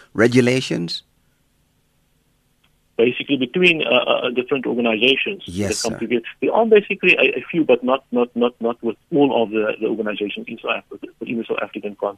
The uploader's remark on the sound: Guest in studio. Guest on the phone.